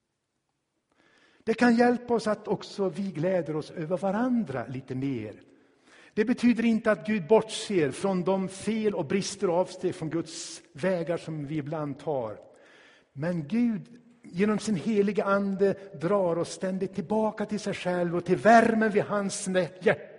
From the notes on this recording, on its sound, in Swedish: Inspelad i Tabernaklet i Göteborg